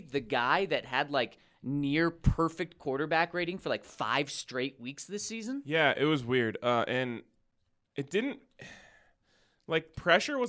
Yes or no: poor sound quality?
no